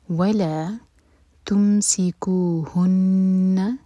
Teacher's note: سین پر سیٹی والی آواز، نون پر غنہ